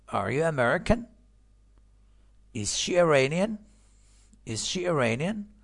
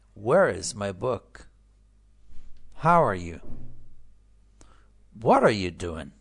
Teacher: پس yes no از پایین میره بالا و question words ها WH ها از بالا میاد پایین